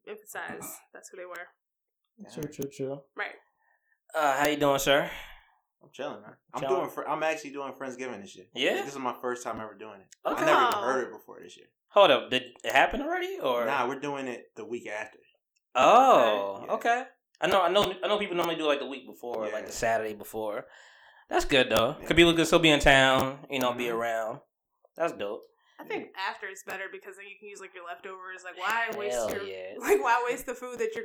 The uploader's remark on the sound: Apologies for the crackling mics. Volume was a little too loud for the setting...